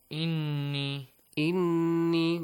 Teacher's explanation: You extend the sound of noon. And you produce a ghunna sound or a nasal sound.